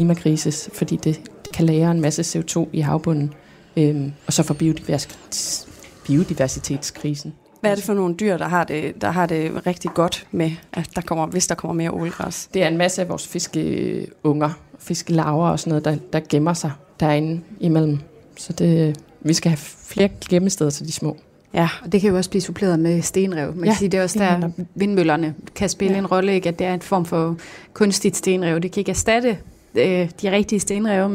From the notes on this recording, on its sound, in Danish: Kraniebrud sender live fra Folkemødet, hvor vi har allieret os med forskere og en undervandsrobot.